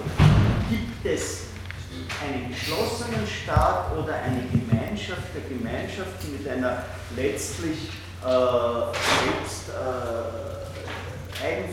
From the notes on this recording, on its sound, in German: Diese Vorlesung wurde von Studierenden aufgenommen